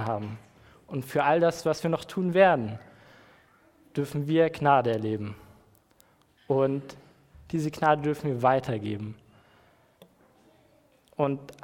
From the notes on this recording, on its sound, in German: Predigt im Rahmen des GreifBar+ Gottesdienstes